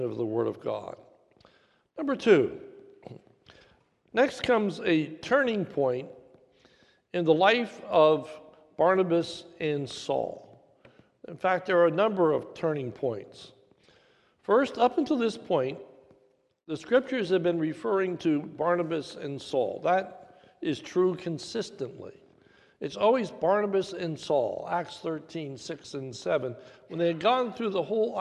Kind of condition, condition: setting, large echoing room